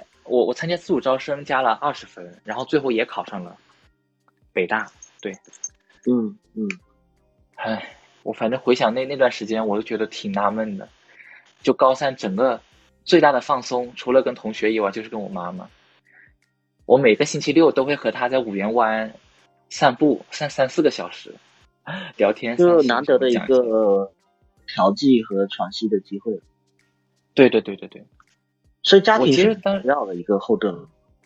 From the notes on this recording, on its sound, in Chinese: 本期节目为线上连麦，录制质量一般，见谅。